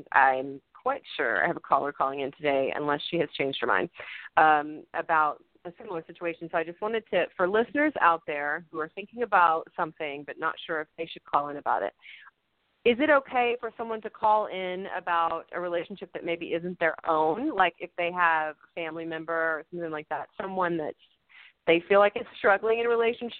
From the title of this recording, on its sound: A Call-In Show